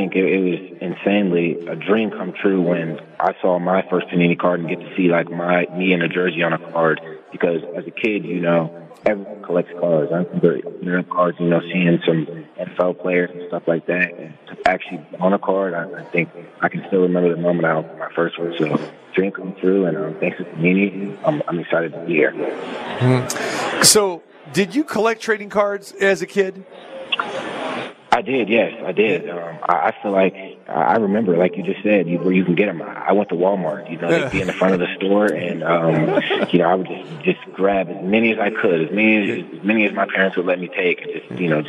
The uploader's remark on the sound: Live from the Super Book at Westgate Las Vegas.